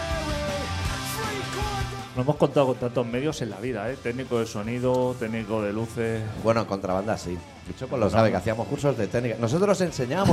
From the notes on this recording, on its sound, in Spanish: Programa que grabamos en directo el pasado sábado, 9 de abril, en La Deskomunal.